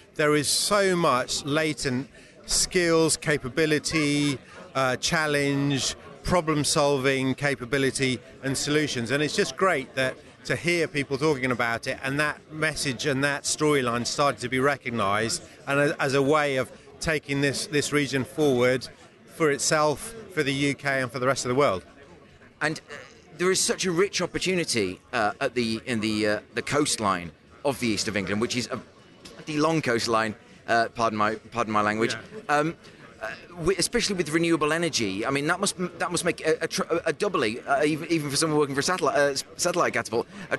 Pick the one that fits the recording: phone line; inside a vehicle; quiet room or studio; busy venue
busy venue